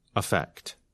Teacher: When we are speaking quickly, the first vowel of the noun, effect, is reduced to the quick sound, affect, which is the same sound as the verb. · Term: the schwa